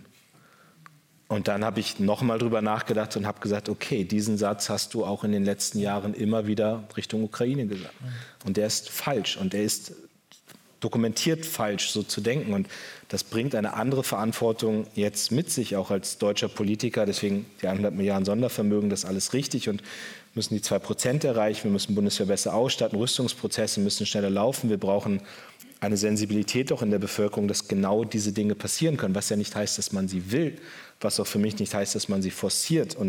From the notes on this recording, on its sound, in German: im Berliner Renaissance-Theater aufgenommene Buchvorstellung